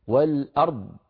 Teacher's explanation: فتجد بأن الراء وكأنها أدغمت في الضاد أو كأنها اختلست عند الضاد، لابد من إعطائها كامل صفاتها هكذا.